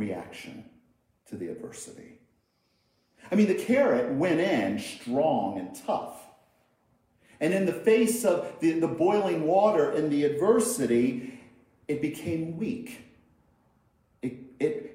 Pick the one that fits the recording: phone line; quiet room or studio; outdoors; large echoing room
large echoing room